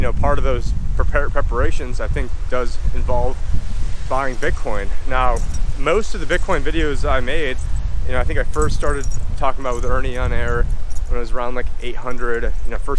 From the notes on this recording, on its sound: In this walk and Talk